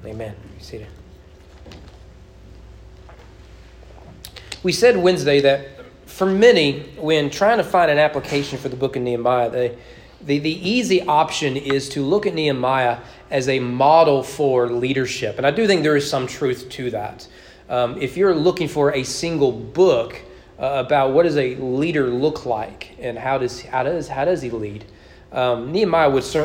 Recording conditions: large echoing room